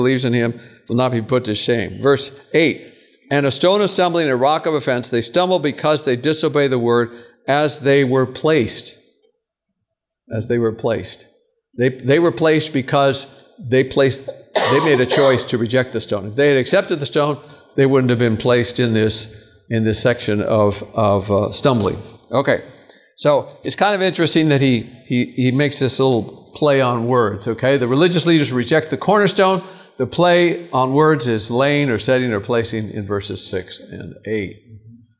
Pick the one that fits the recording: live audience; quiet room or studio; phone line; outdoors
live audience